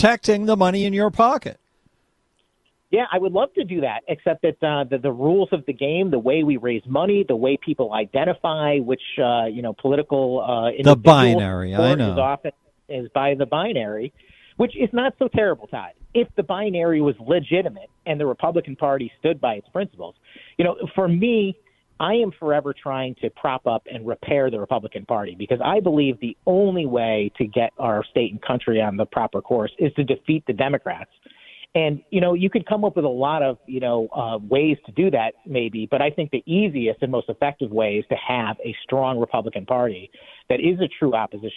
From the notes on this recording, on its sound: take phone calls